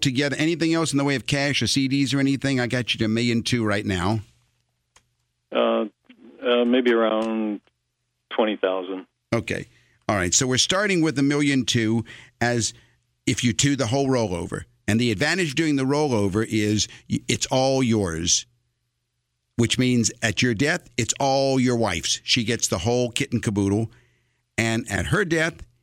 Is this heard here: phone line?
yes